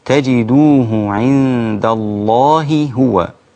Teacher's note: التقت هاء مع الهاء وهذا إظهار متماثلان كبير